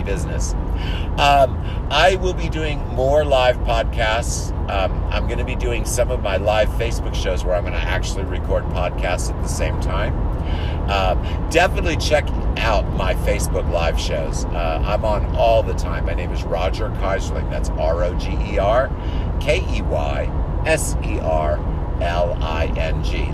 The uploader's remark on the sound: Talking in the car